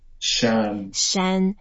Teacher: It's a first tone, so it's flat.